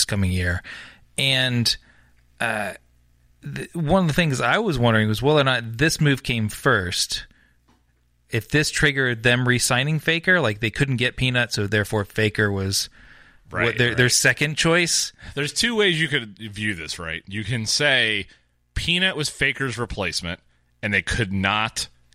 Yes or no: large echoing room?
no